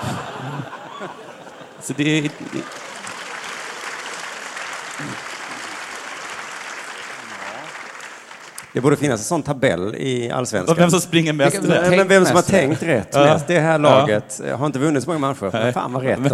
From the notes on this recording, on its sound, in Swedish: inspelad på Draken i Göteborg